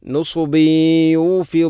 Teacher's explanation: നുസുബിയൂഫിദൂൻ ബ എന്ന അക്ഷരത്തിൽ കസ്റു തൻവീൻ, തൻവീനു ശേഷം യ വന്നാൽ ഇദ്ഗാം നാഖിസ് എന്ന നിയമമാണ്. അവിടെ തൻവീനിനെ യയിലേക്ക് കൂട്ടി ലയിപ്പിച്ചുകൊണ്ട് ശദ്ദില്ലാത്ത രൂപത്തിൽ ഉന്നത്തോടുകൂടി ഓതണം